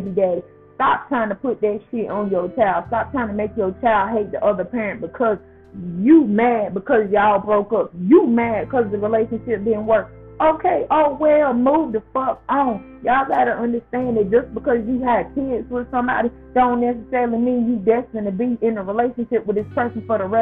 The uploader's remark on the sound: I apologize for the sound on this episode.